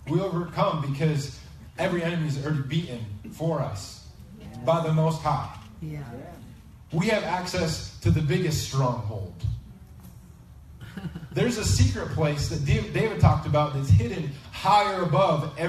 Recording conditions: poor sound quality